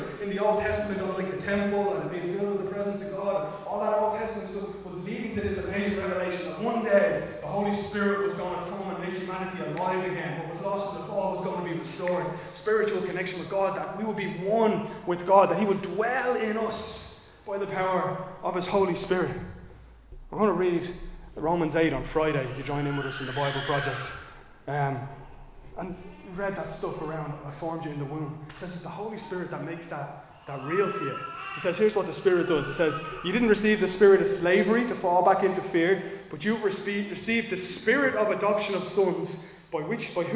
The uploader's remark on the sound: Recorded live in Liberty Church on 19 March 2023